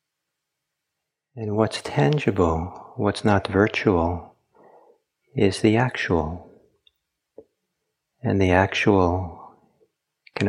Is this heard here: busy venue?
no